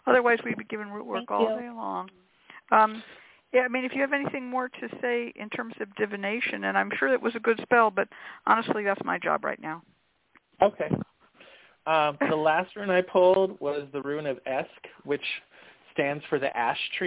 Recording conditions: phone line